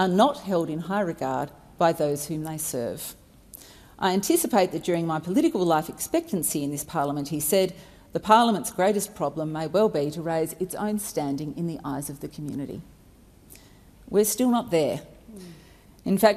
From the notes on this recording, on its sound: Recording took place in the House of Representatives on July 26, 2022.